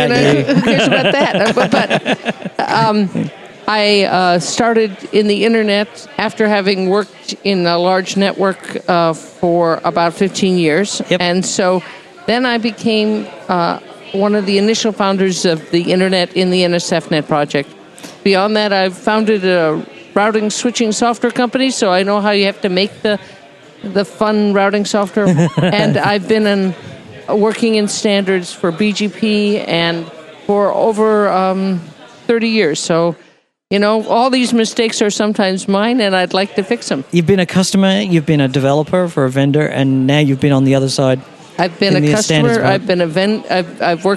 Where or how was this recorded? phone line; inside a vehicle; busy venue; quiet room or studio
busy venue